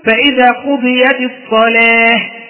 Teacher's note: إذا وقفت عليها سوف تقول فإذا قضيت الصلاة بهاء، أصلها كانت تاء، لكن لما وقفت عليها بهاء سميناها هاء تأنيث، هاء تأنيث